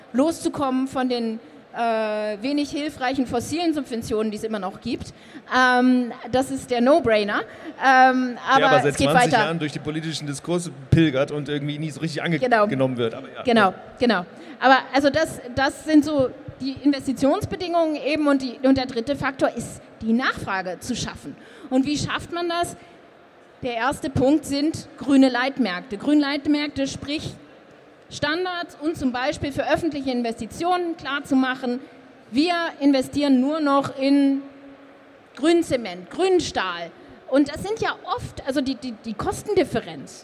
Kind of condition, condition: setting, busy venue